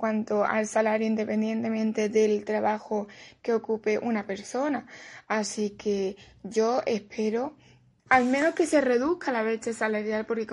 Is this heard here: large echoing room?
no